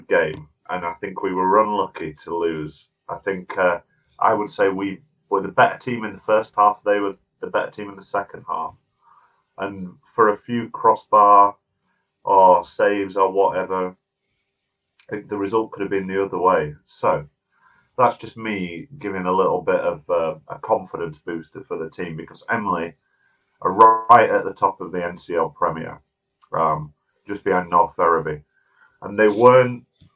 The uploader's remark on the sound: Apologies for the dodgier than usual sound on this episode (tech problems) and my constant coughing!